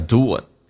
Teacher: Few people know how to doit，很少人知道。那么 do 跟 it 有一个连音，元跟元之间的连音不是加我就是加也，那这个加个我叫 doit，不要读那么明显 doit，而且 t 不发音尾音，气流阻塞一下，因为前面是元音